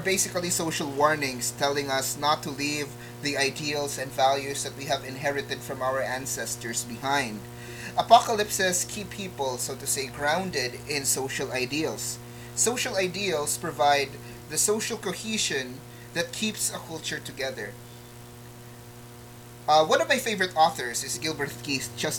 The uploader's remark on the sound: Apologies in advance for the audio static.